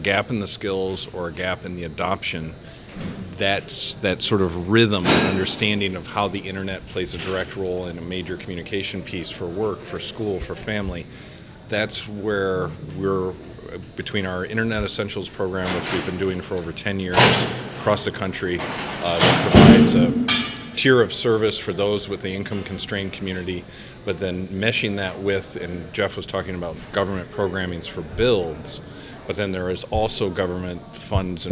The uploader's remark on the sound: This episode was recorded live at the 2023 West Michigan CEO Summit.